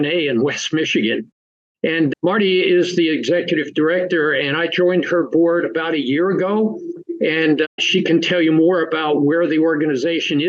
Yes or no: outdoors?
no